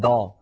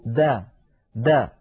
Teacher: بدال مرققة مهما كانت حركتها، سواء كانت مفتوحة أو مضمومة أو مكسورة أو ساكنة · Shown in: second take · كذلك الدال حرف منفتح لأنها ليست من حروف الإطباق الأربعة.